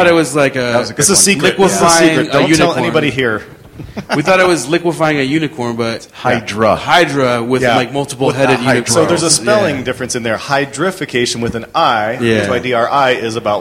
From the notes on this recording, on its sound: Live from ng-conf 2015! Live from ng-conf 2015!